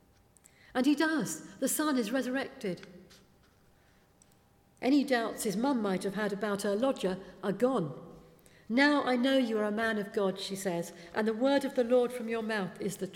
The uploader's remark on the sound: speaking at the 11 o'clock service